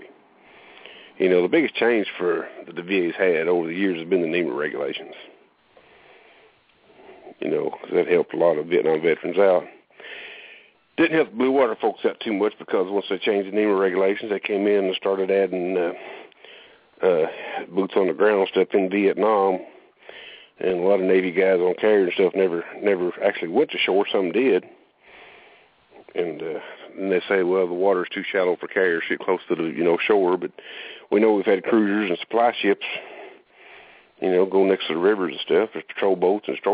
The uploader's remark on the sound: Call in show